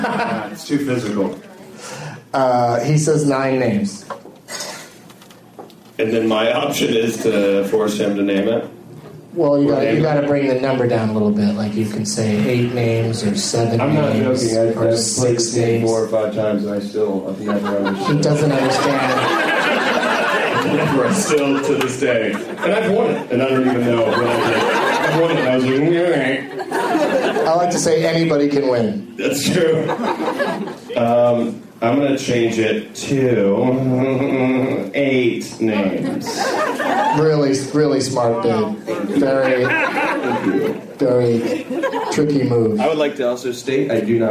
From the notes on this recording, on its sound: against audience members at the Punch Line in Sacramento